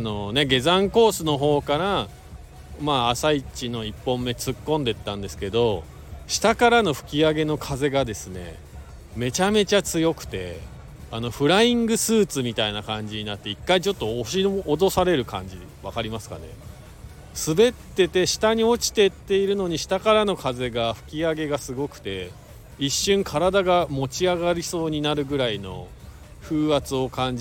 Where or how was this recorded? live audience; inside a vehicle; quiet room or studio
inside a vehicle